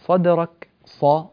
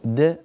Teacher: صدرك ص نريد تفخيم الصاد د نريد ترقيق الدال، يعني نريد تفخيم صاد وترقيق دال